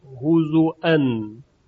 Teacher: در روایت ورش مصری کلمه هزوا با همزه یعنی محموز تلفظ می شود